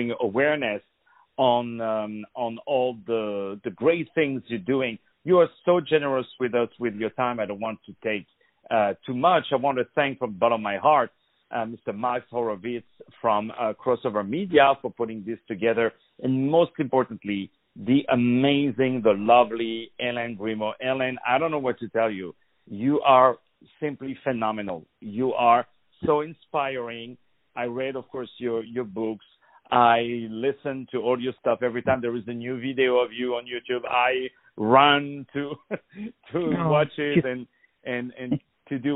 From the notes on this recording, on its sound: On the phone